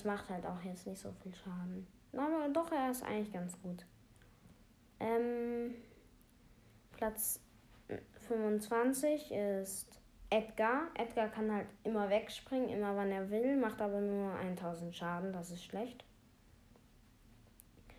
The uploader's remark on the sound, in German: Sorry wegen den Nebengeräuschen